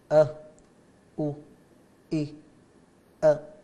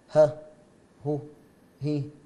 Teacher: من أقصى الحلق الهمزة والهاء